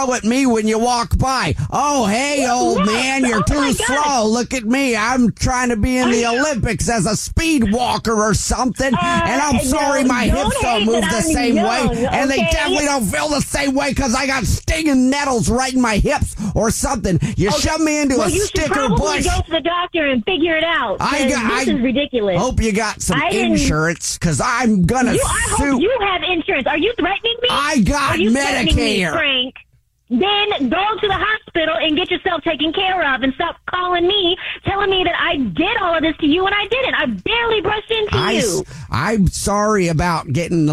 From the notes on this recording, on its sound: Phone Prank